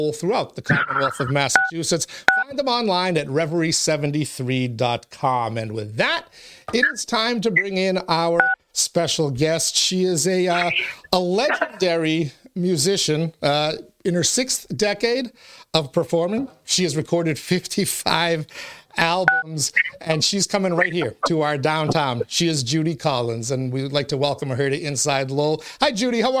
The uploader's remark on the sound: Phone interview.